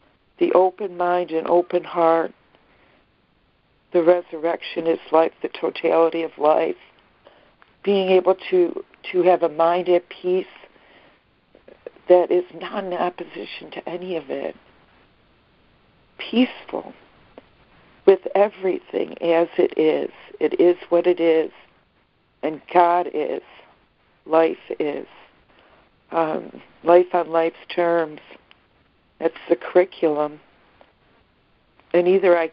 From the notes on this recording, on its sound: ACIM Daily Conference Call